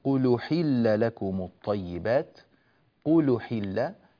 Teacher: اللام مضمومة لأنه قد نقلت حركة الهمزة التي كانت هنا نقلت إلى اللام التي قبلها فصارت قل حل لكم الطيبات.